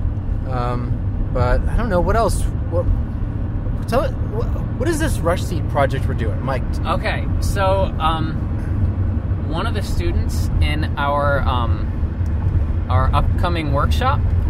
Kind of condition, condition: setting, inside a vehicle